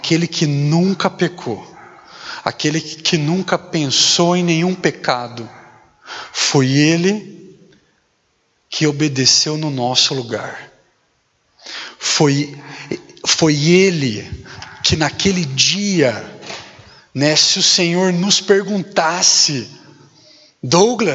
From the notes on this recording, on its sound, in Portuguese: Mensagem gravada na Igreja Batista Jardim Minesota